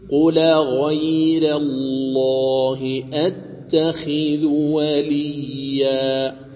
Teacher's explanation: رققت الراء وغلظ اللام